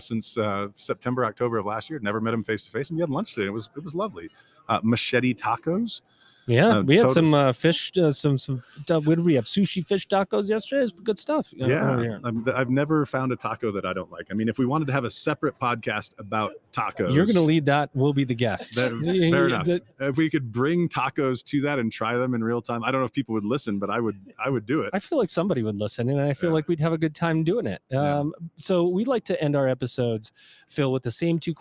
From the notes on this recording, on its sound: recorded LIVE & in-person at the Ellucian LIVE Conference 2022